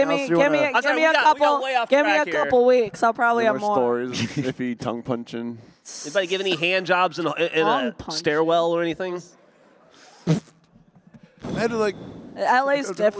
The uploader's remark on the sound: Coming to you LIVE from RTX 2022